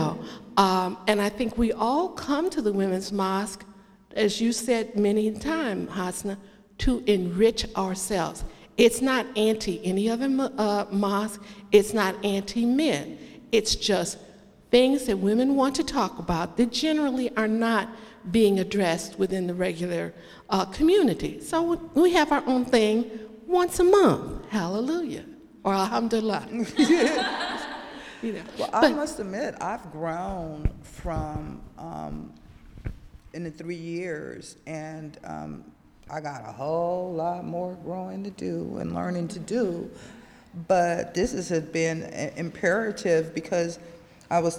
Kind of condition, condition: setting, live audience